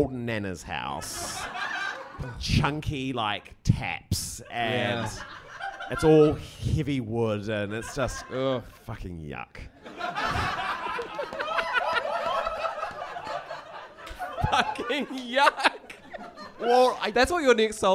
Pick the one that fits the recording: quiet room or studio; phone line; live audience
live audience